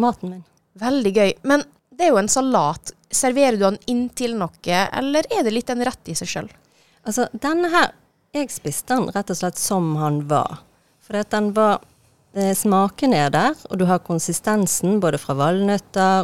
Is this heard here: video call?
no